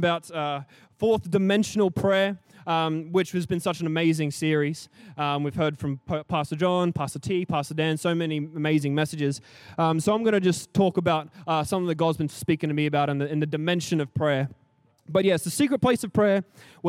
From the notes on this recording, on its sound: Recorded during our 5pm service on Sunday, the 2nd of April 2023